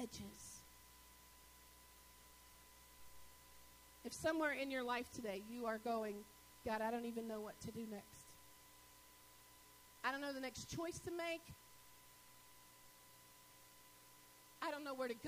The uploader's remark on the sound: Sermons was delivered at Northpoint Community Church.